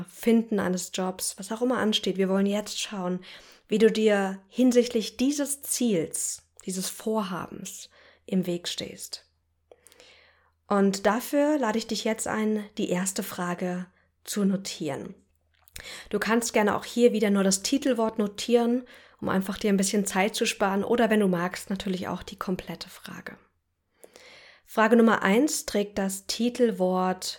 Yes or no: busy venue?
no